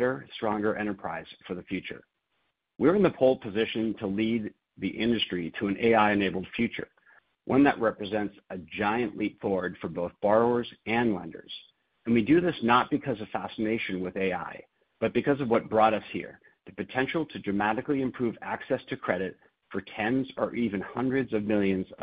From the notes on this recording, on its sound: Second Quarter 2023 Earnings Conference Call.